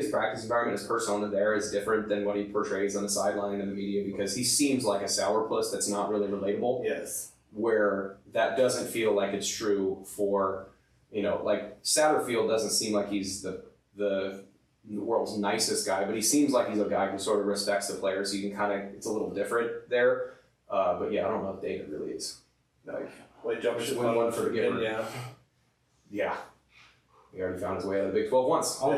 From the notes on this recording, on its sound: Due to technical difficulties, the audio is a little lower quality than normal